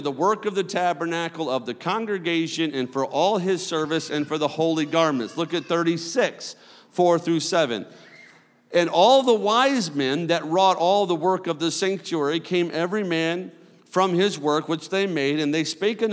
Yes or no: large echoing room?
yes